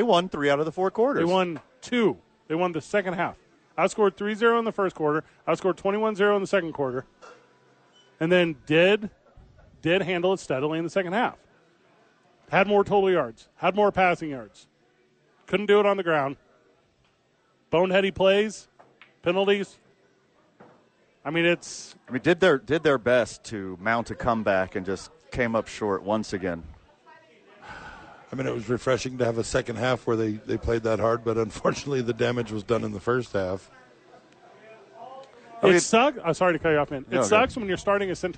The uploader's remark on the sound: Live from Howies Sports Page.